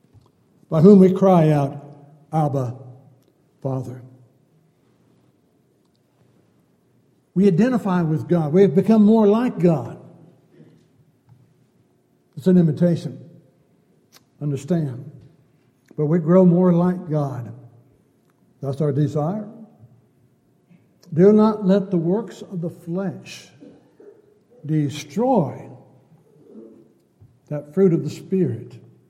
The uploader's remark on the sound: Downtown Church Of Christ Audio Sermon.